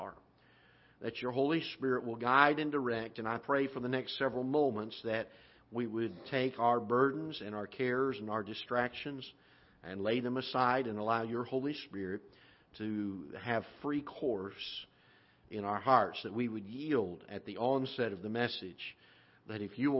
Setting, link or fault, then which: setting, large echoing room